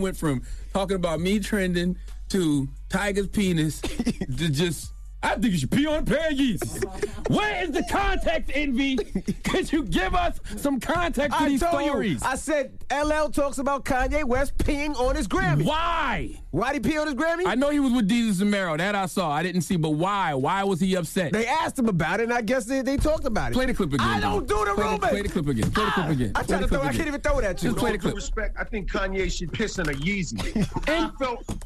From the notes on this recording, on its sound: we opened up the phone lines